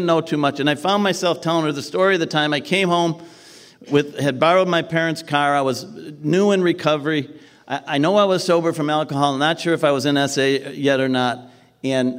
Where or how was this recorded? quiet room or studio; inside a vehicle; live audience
live audience